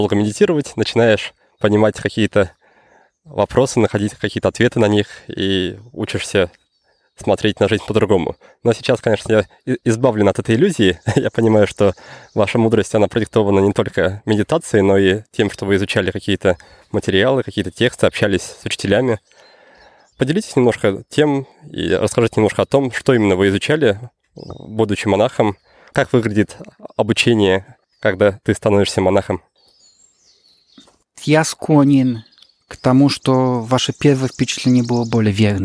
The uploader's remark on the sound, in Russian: записать интервью во время прогулки